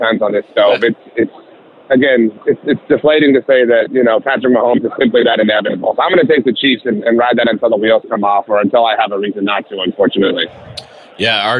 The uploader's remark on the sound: In The Sports Bar, live from Las Vegas.